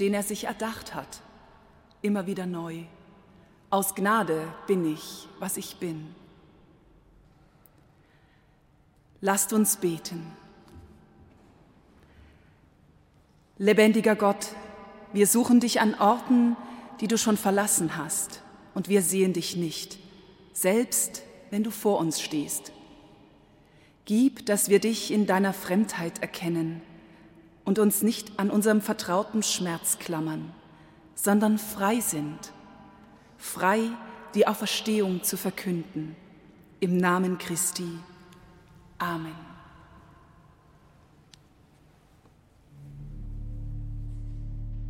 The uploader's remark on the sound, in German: Live-Gottesdienstübertragung aus der Stadtkirche in Kitzingen